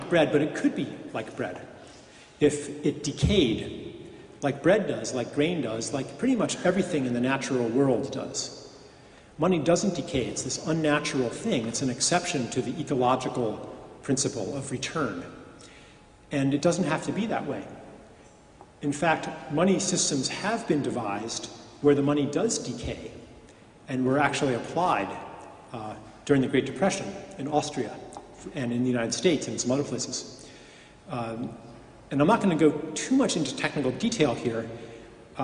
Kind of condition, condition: setting, live audience